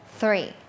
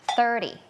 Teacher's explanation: เสียงแรกค่ะเป็นเสียงแบบ unvoicedคือออกมาแค่ลมเราเอาลิ้นเนี่ยมาวางตรงกลางระหว่างฟันบนกับฟันล่าง อย่างนี้เนาะแล้วก็ปล่อยลมออกมาเหมือนเราจะแบบเก็บที่หน้ามันจริงๆอะพ่นลมใส่ไปเลยเดี๋ยวเราลองเอาไปใส่กับคำดูว่ามันจะออกมาเป็นยังไงอะลองไปพร้อมกันเลยนะคะวอร์มก่อนวอร์มก่อน threeเห็นปะคือมันไม่ใช่ถอดธงมันไม่ใช่ threeนะคะ three thinkthink I think about somethingอะไรก็ว่าไป I thinkไม่